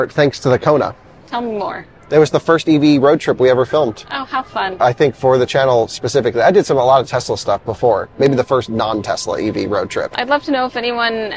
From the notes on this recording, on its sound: a walking podcast around the Chicago Auto Show